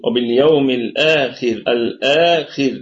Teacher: طيب الآخر، الخاء في أقل درجات التفخيم لأنها أتت مكسورة، فتكون والراء مرققة وقفا ووصلا، لأنها حينما نقف تكون ساكنة وقبلها مكسور، ووصلا هي بذاتها متحركة بالكسر.